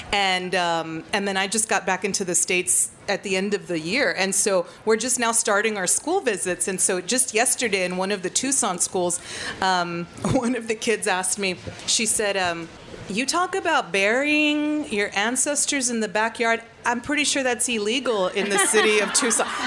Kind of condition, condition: setting, live audience